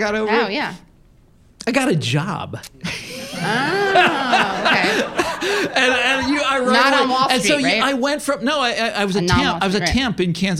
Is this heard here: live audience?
yes